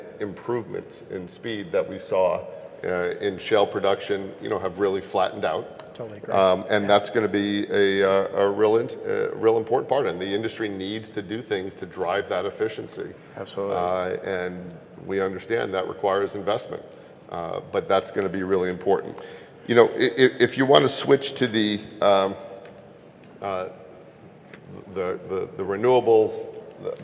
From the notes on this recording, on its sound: Blackrock at THRIVE Energy Conference. At the Daniel Energy Partners THRIVE Energy Conference in Houston.